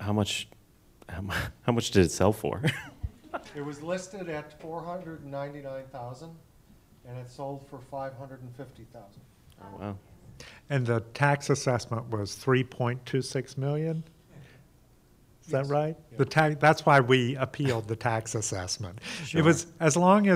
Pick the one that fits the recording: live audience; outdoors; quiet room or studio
live audience